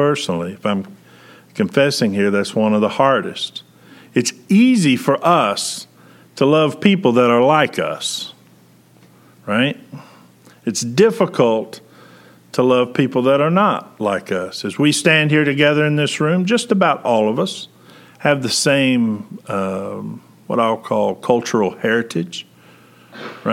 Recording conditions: large echoing room